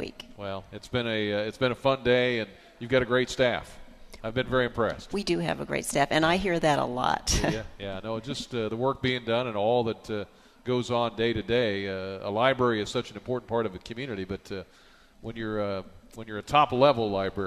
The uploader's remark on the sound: Live at The Champaign Public Library this morning for National Library Week. Live at The Champaign Public Library this morning for National Library Week.